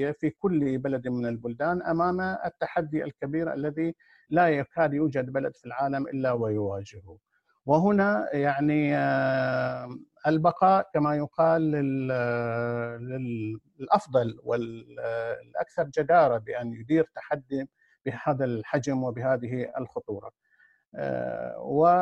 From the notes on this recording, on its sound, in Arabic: قناة أهل الكهف على برنامج Zoom. قناة أهل الكهف على برنامج Zoom.